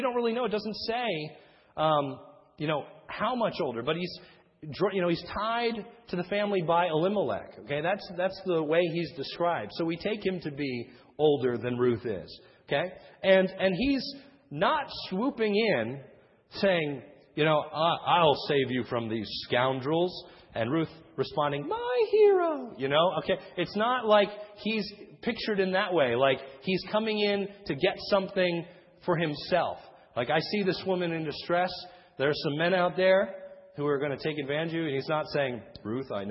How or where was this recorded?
large echoing room